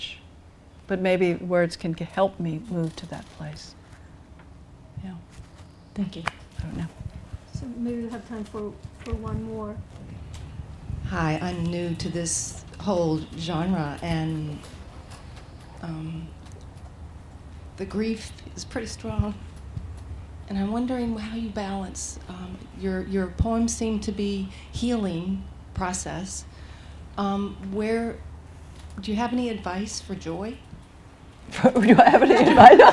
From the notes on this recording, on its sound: In this conversation and Q&A recorded live at the Buddhist Poetry Festival.